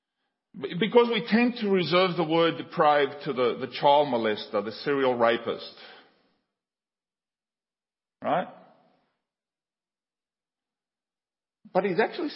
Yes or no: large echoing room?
yes